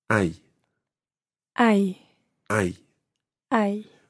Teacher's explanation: it's quite tricky to remember that you don't pronounce the H